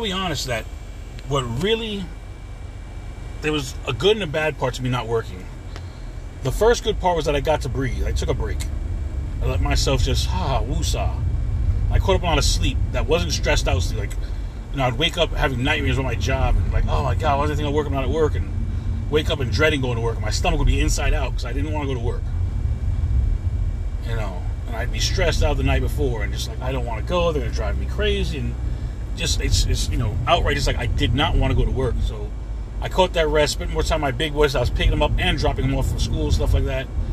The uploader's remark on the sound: CarCast